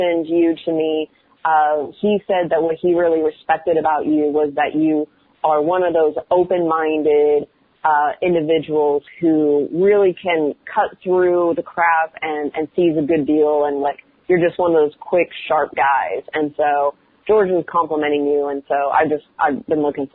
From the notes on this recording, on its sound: The introduction is recorded using a Yeti USB microphone. The interview itself is conducted over the phone or via Skype using call recording software.